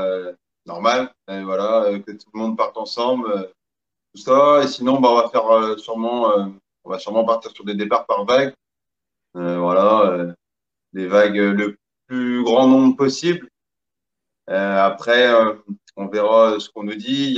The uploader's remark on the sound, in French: À la fin du Webinaire une session de questions/réponses étaient proposées aux participants du Live